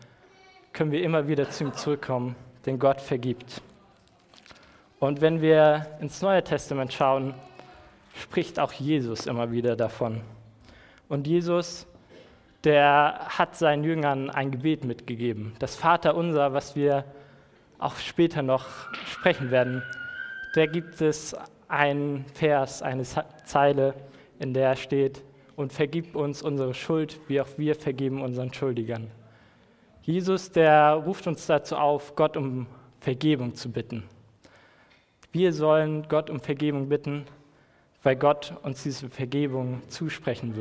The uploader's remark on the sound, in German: Predigt im Rahmen des GreifBar+ Gottesdienstes